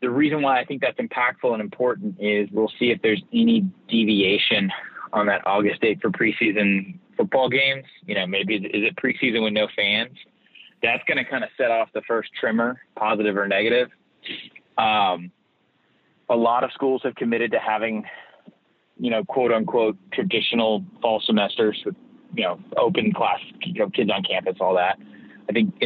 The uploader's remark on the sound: joined on the Modern Woodmen phone line